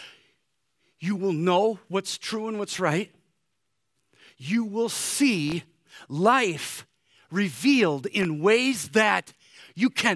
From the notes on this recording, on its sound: Easter Morning service.